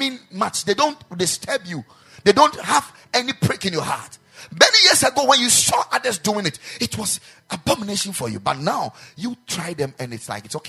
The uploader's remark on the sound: Preached at the Ekklesia Campus